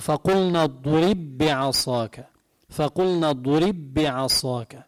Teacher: وين ما في بالقرآن بالمصحف بتلاقوا حرف ساكن والحرف اللي بعده متحرك بتضغمون ببعض، مثل فقلنا اضرب بعصاك، هي اضرب باء ساكنة، شو إجا بعدها؟ بي، بعصاك، باء ساكنة بعد باء متحركة بينضغموا ببعض · Term: الإدغام